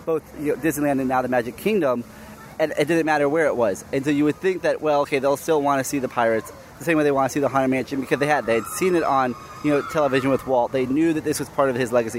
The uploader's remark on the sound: Recorded live in the park. Walt Disney World's Magic Kingdom - Frontierland.